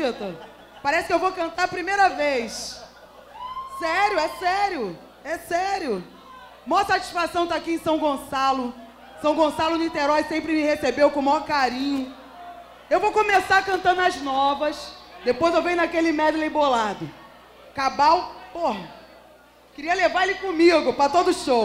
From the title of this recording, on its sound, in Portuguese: Ao Vivo Roda De Funk